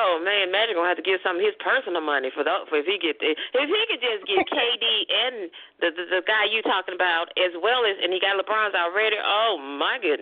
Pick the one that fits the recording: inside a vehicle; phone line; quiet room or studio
phone line